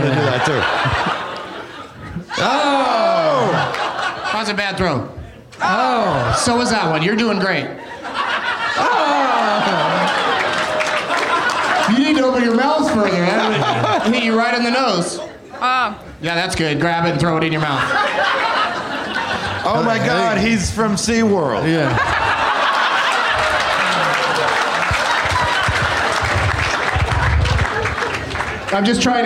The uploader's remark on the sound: Live from Zanies in Nashville